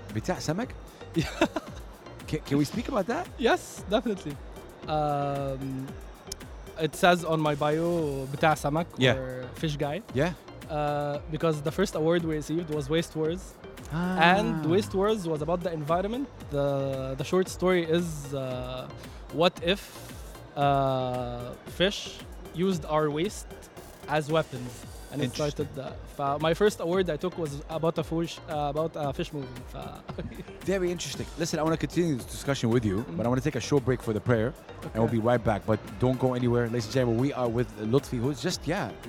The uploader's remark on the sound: Live from SIBF 2023